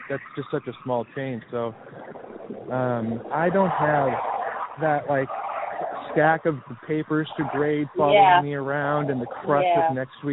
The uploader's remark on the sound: Walk & Talk